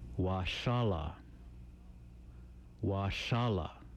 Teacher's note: The barred L is made when the tongue forms a groove, allowing air out of both sides of the tongue with a hush. It sounds somewhat similar to L in the English word clash in rapid speech.